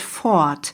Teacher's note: Also sprich dieses R, Fort, wird eher zu einem A.